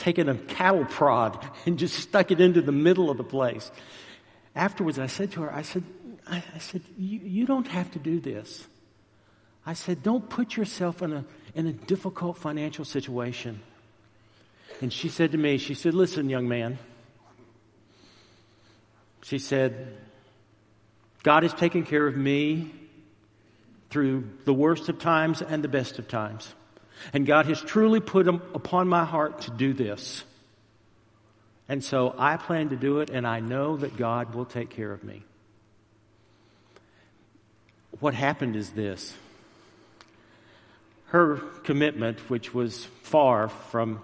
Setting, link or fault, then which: setting, large echoing room